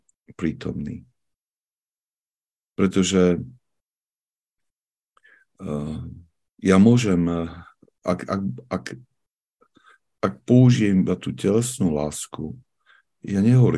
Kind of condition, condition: link, video call